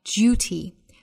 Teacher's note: duty 这个词呢在英音之中更多有可能发成一个 duty，在 d 和 u 之间带出小的 y 和前面同化发 duty